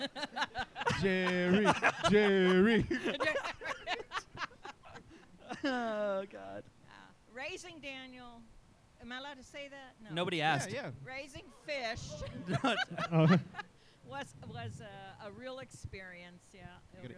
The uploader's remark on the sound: Live from 10 Sports Bar & Grill. In the third live episode.